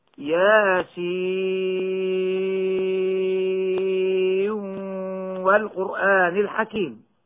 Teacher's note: ولنعلم أنه يجوز لحفص أيضا إدغام نون ياسين في الواو مع بقاء الغنة